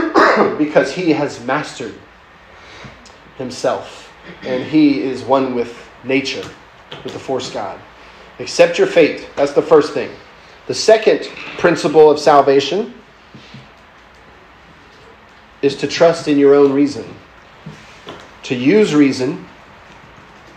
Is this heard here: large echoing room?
yes